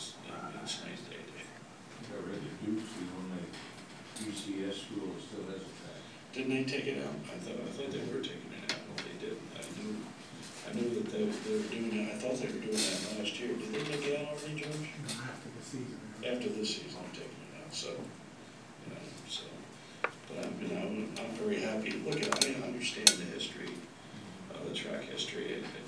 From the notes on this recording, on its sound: a Thursday morning press conference at Mrkonic Auditorium